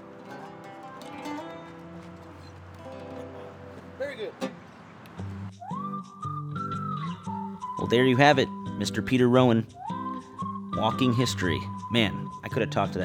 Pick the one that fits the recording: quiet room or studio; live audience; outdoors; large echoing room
outdoors